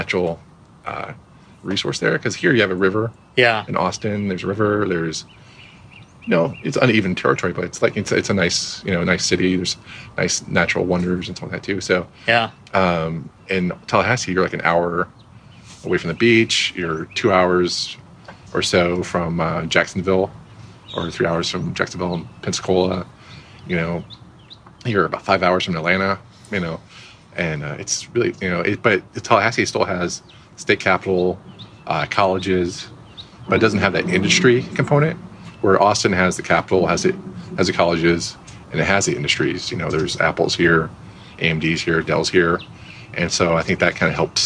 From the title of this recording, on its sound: Live from SXSW